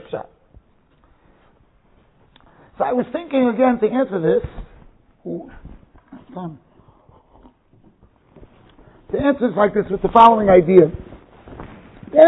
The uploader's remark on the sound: Shiur recorded in Yeshivas Ohr Reuven, Monsey NY.